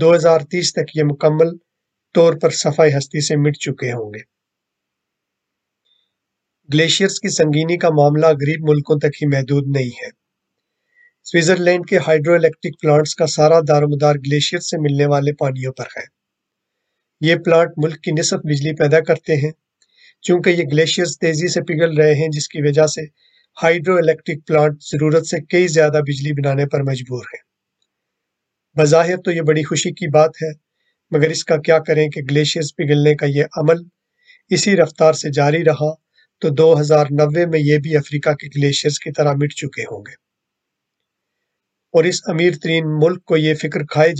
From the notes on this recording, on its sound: This episode is based on an audio recording of an online event. The event was organised by Press for Peace Foundation.